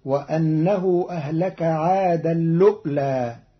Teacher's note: قرأ قالون كلمتي عادا الأولى بإدغام التنوين في اللام مع همز محقق ساكن، فتصير وأنه أهلك عادا اللؤلى في لغة بعض العرب.